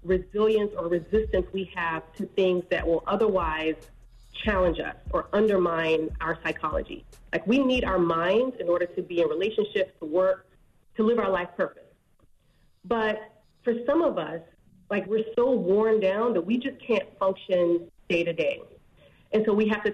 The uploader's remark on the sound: Call. We opened up the phone lines to see if any of our listeners found something new about their partner during quarantine?